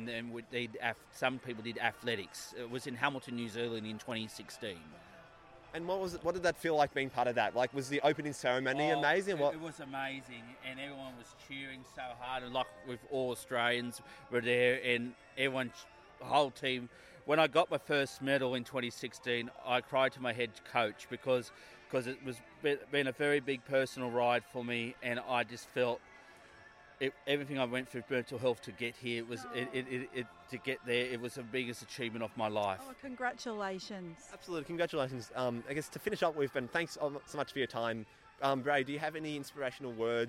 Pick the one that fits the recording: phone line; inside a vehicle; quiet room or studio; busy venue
busy venue